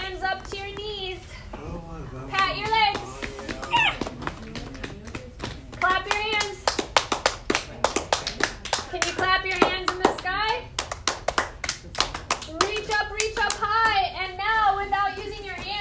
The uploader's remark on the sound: This is a live recording from The Adventures of Super Stretch 30-minute Mini-Mindfulness and Kid's Yoga Session